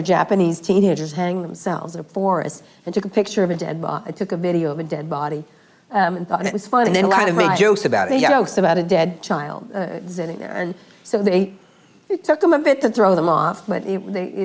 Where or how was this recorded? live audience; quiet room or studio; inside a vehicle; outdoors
live audience